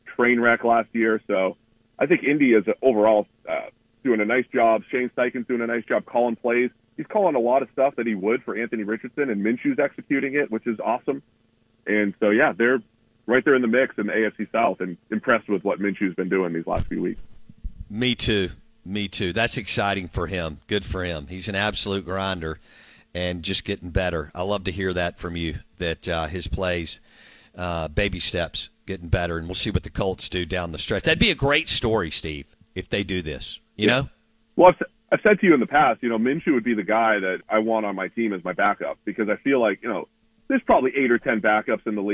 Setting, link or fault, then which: link, phone line